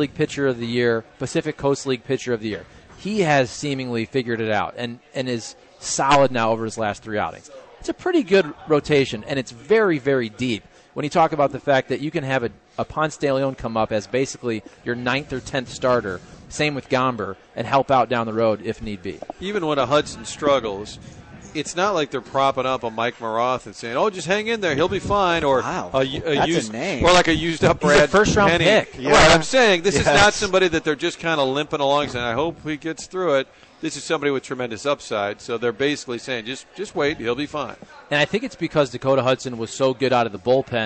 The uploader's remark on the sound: Broadcasting live from Blondie's off Wash Ave.